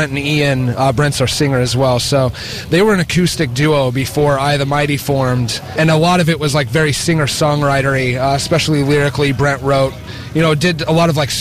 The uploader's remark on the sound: backstage at Download Festival